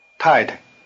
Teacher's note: The tones are falling neutral.